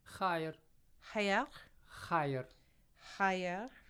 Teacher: you're kind of like pushing that air through while you're almost making like a very light K sound